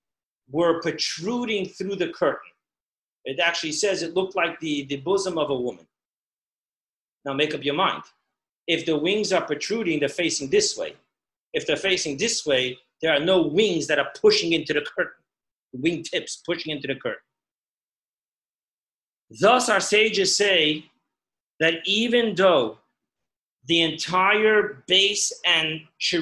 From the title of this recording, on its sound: Zoom Parsha Class